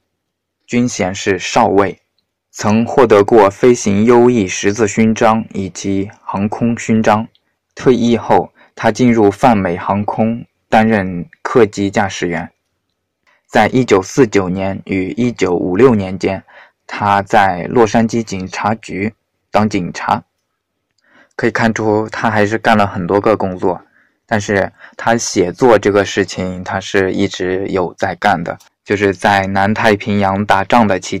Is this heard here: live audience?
no